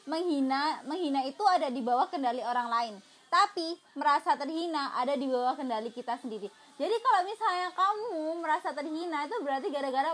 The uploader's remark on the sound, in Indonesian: Jangan salah fokus sama backsound.